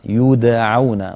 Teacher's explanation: يودعون ضممت الياء قلقلت الدال فتحت العين، يعني كل حرف يأخذ حقه، هذا شيء ممتاز.